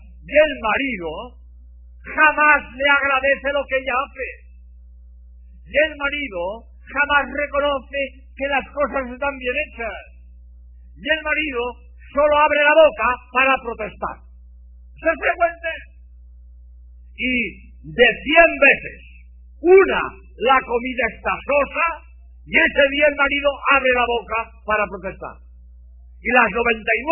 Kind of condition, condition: setting, large echoing room